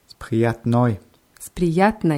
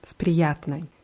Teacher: die Endung ist immer oi, aber weil sie unbetont ist, wird sie eher als ei ausgesprochen